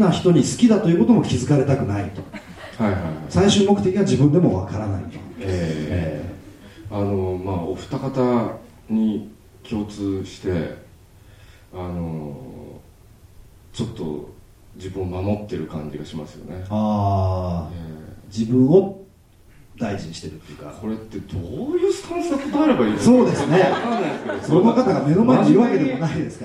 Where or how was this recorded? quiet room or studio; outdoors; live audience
live audience